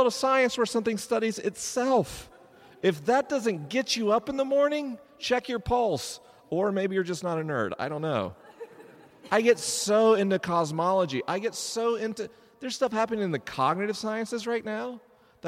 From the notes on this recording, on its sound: LIVE in Edinburgh, Scotland. This episode was recorded live at Greyfriar's Kirk in Edinburgh, Scotland.